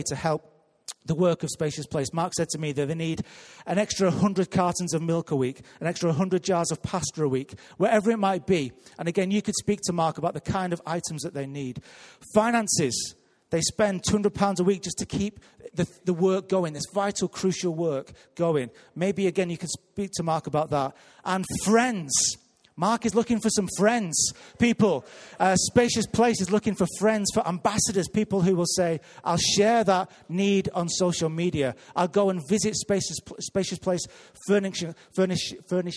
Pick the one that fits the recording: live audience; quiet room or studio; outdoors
live audience